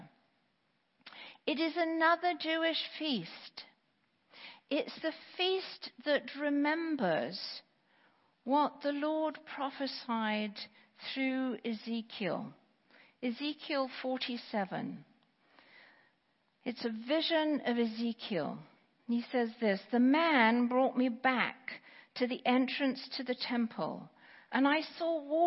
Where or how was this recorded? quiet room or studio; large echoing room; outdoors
large echoing room